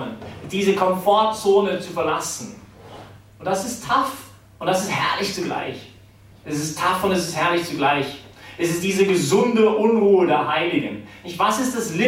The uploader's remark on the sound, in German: die Predigt wärhend der BeFree Messe gehalten